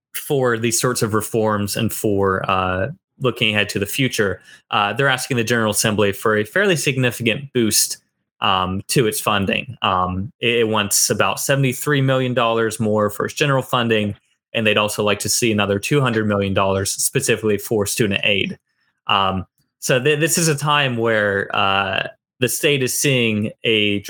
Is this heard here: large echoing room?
no